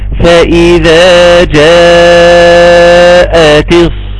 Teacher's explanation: للأسف هتلاقي ان الناس بتجيبها قد بعضها، فانت تاخد بالك من النقطة دي وتحافظ على المد اللازم الكلمي اللي ست حركات